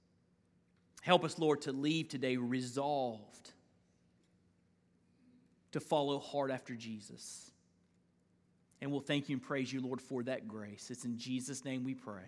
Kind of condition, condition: setting, large echoing room